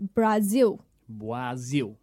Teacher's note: it's got an L on the end of the word, and they kind of make that into like a W. So you kind of like close your lips together. So it's more like Brazil.